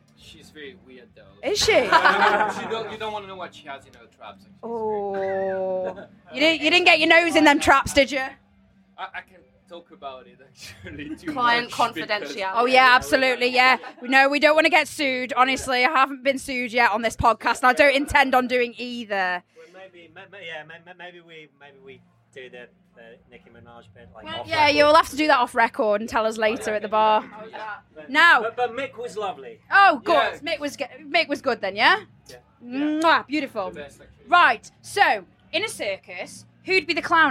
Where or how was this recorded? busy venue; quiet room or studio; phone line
busy venue